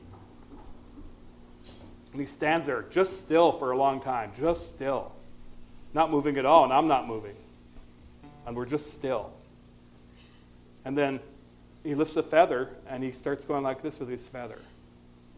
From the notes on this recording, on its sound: live on stage